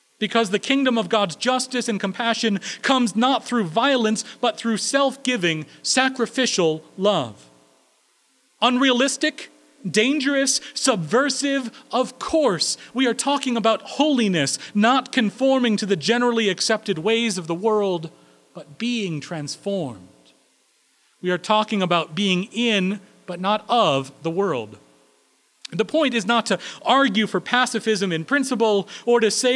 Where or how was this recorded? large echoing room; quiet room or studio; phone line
large echoing room